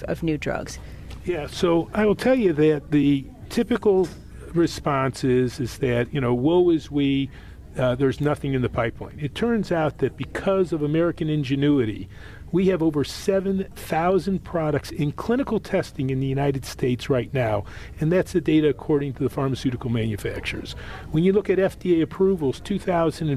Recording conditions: busy venue